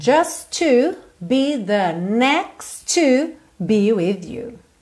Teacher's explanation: tanto do just pro to quanto do next pro to, a gente junta esses três em um T só